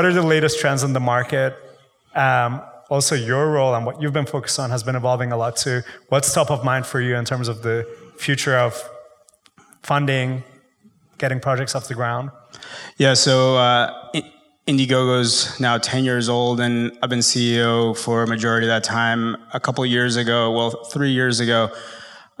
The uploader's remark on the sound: IVY hosted a live conversation